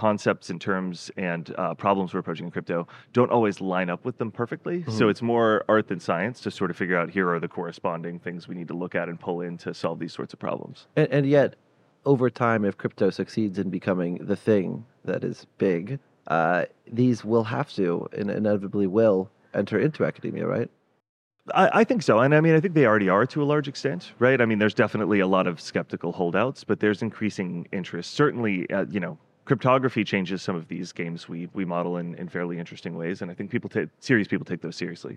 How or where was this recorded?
busy venue